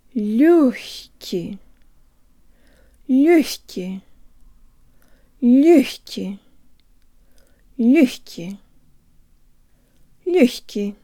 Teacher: This is one of the few words where г is pronounced х, with the tongue as high as possible as it rises to pronounce the next syllable.